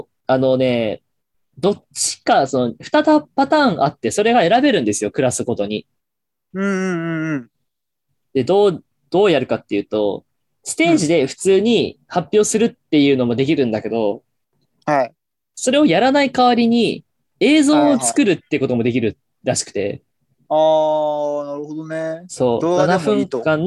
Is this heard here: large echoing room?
no